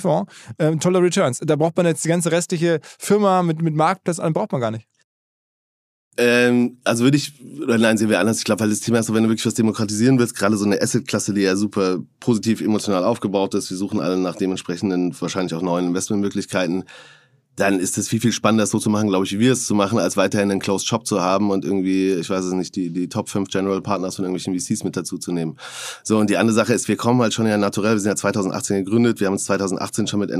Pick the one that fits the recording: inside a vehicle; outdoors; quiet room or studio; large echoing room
quiet room or studio